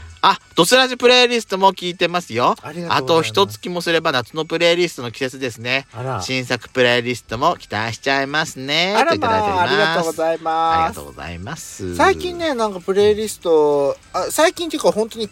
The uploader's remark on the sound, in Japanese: パーキング収録